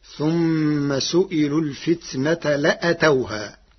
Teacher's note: قرأ ورش كلمة لآتوها بحذف الألف بعد الهمزة فتصير ثم سئلوا الفتنة لأتوها من الإتيان المتعدي لواحد بمعنى جاءها.